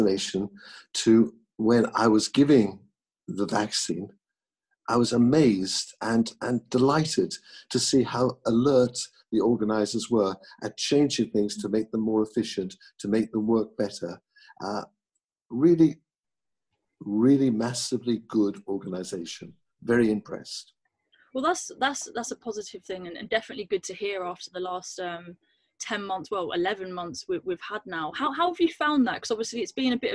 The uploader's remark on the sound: This podcast was recorded via Zoom